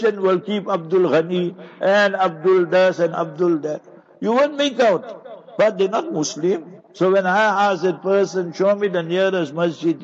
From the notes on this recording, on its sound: Jumah Lecture at Avonadalle Musallah